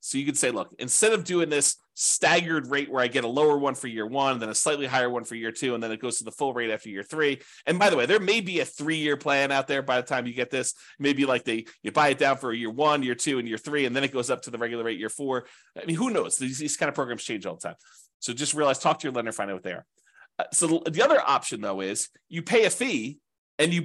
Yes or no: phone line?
no